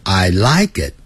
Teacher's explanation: 这个代词它是通常不强调的，所以强调的是前面的动词，所以那个动词声音会高一点